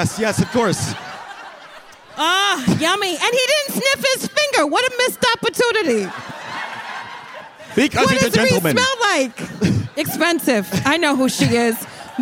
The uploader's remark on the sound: LIVE at the Bell House BK